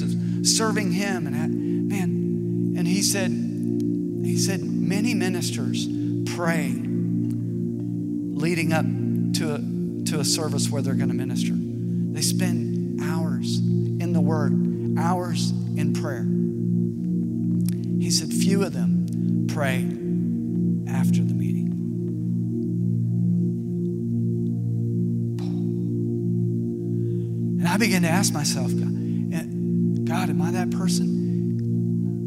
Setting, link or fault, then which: setting, large echoing room